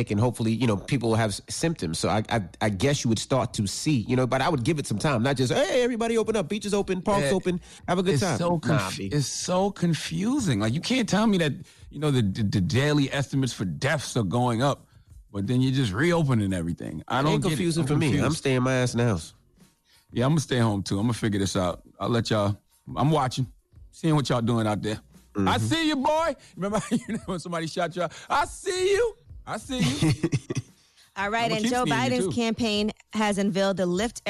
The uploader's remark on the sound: Today on the show we opened up the phone lines to see what our listeners would want out of a President.